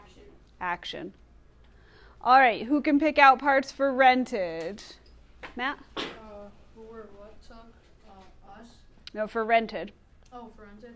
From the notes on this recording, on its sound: Recorded in class